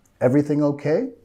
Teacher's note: queremos subir de entonación al final de la pregunta para mostrar que es una pregunta